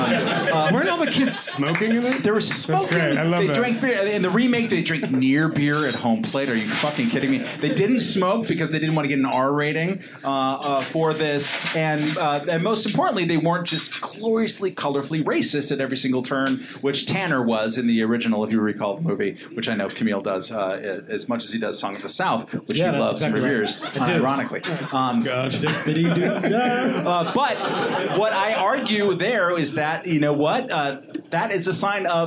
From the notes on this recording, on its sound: Live at the Comedy Cellar in NYC. Our first live recording; taped at the legendary Comedy Cellar in New York City.